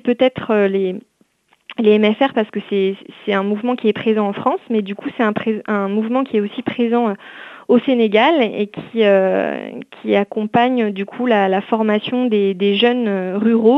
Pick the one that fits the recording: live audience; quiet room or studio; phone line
phone line